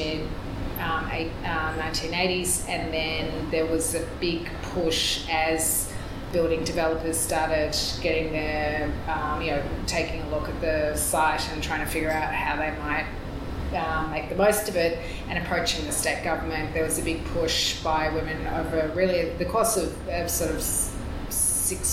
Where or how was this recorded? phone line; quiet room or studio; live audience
live audience